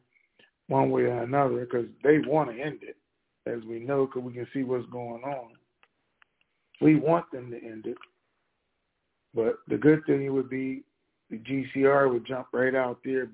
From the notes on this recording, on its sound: TNTSuperfantastic Conference Call.